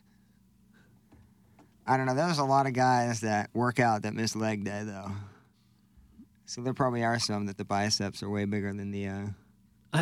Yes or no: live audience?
no